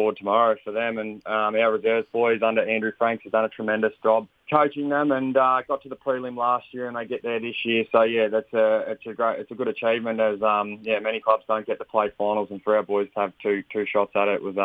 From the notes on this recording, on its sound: Phoned in to report. On this week's Flow Friday Sports Show.